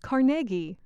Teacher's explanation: The stress is on the middle syllable.